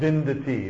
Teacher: a very hard V. It doesn't mush into a W.